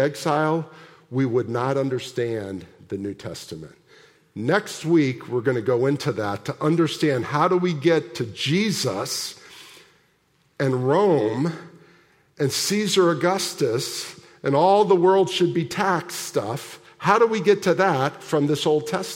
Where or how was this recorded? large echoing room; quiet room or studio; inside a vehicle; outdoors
large echoing room